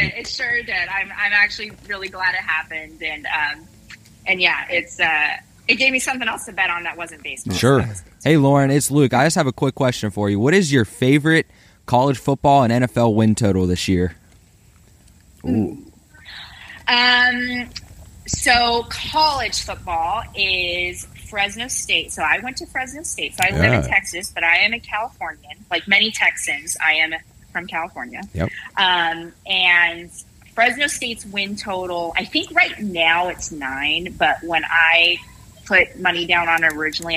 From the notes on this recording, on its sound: On the phone from the great state of Texas